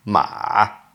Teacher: go down and up the third tone, it goes ma.